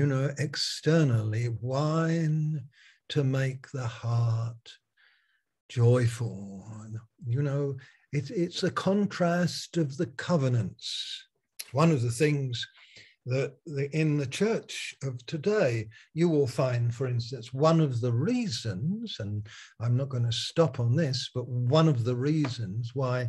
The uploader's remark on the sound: Malaysia Meets (Zoom)